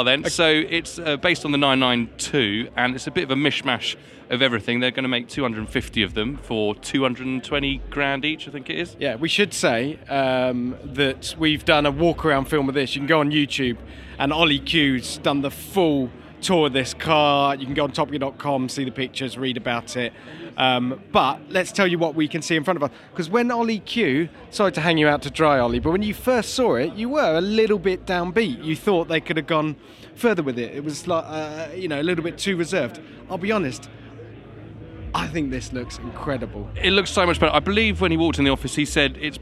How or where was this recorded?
busy venue